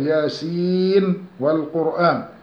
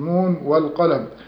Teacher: ثانيا نون والقلم وما يسطرون، في سورة القلم آية واحد، فاتحة سورة القلم وتلفظ نون والقلم. فلا تضغم النون في الموضعين السابقين في الواو بعدها، بل تظهر